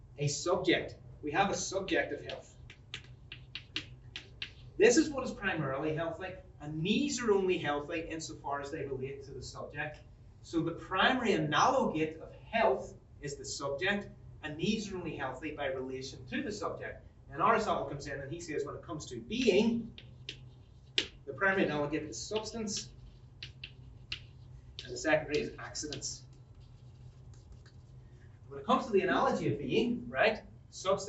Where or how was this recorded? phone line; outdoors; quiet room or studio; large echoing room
large echoing room